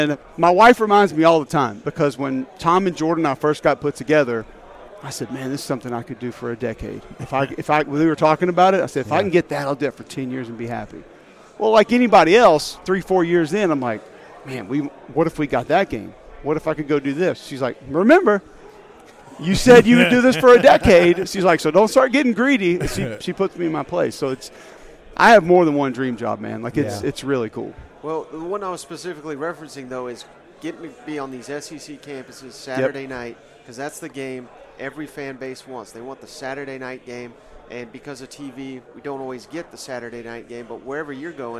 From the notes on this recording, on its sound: live during 2023 SEC Media Days in Nashville